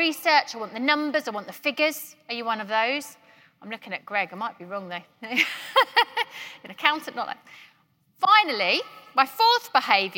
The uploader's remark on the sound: Keynote at GREENHOUSE 2021.